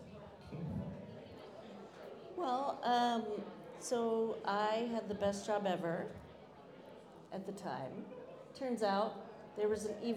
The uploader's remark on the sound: This episode was taped LIVE at Venture Cafe Philadelphia in November 2022.